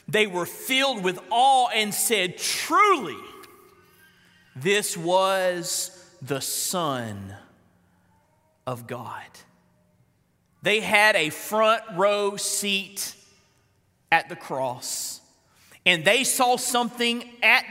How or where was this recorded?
large echoing room